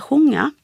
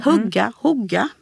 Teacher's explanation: Ja, alltså om vi tittar på nordsmåländska, och det finns på andra ställen också, så det är ett kort u-ljud, ofta som ett o-ljud, så sjunga blir sjunga.